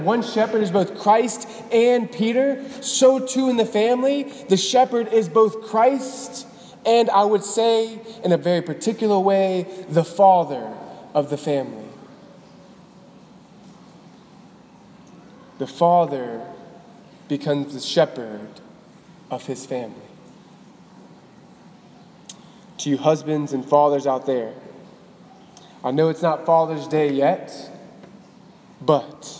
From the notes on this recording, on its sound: Delivered on April 22, 2018 at the Cathedral of the Nativity of the Blessed Virgin Mary in Biloxi, MS.